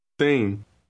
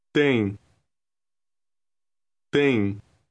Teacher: The M at the end of the word is lightly pronounced and indicates that the preceding vowel is nasalized.